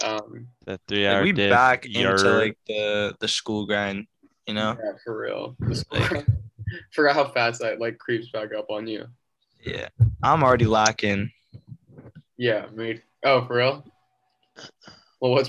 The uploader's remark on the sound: Link up on Zoom from across the country.